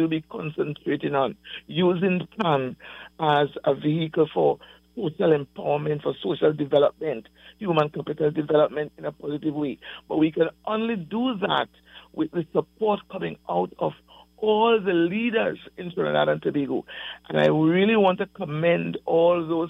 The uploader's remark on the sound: During this hour we take calls from our audience